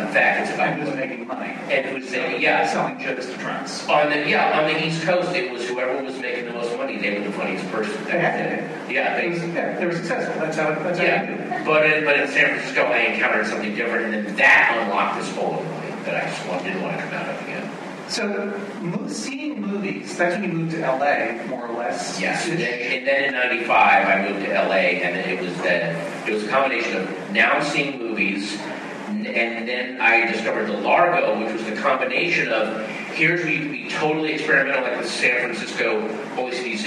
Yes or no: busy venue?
yes